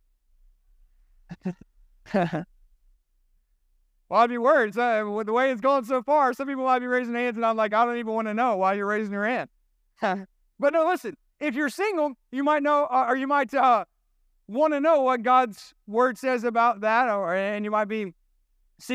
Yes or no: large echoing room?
yes